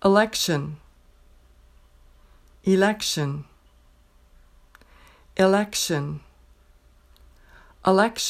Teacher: The word election, the unstressed vowel at the beginning of the word can be pronounced in a really flexible way.